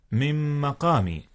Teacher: من مقام، هنا إدغام يا أستاذنا. نعم، أدغمت نون من في ميم مقام، وكلاهما من أحرف الغنة